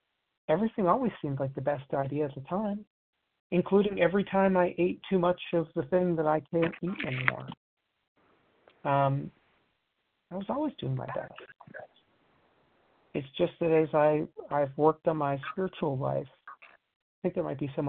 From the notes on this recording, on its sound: 100 Pounders Phone Meeting